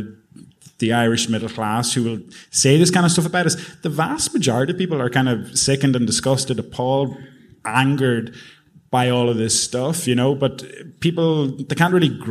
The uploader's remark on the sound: Live at the Sugar Club. Part 2 of our recent live show in the Sugar Club.